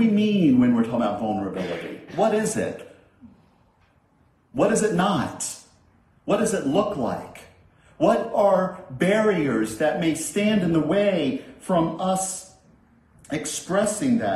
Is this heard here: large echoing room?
yes